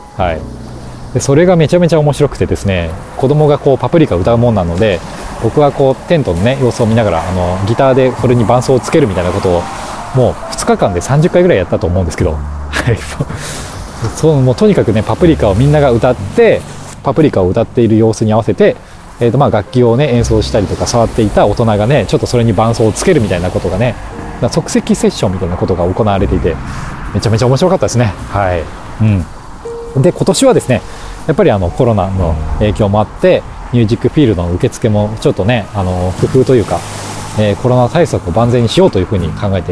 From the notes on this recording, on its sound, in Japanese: ロケ地：真夜中の逗子海岸。真夜中の 浜に響くは 波の音…。